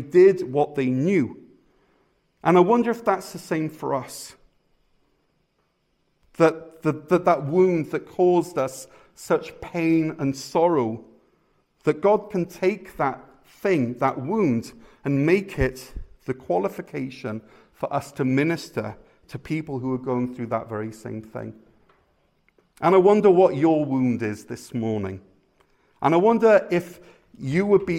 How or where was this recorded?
large echoing room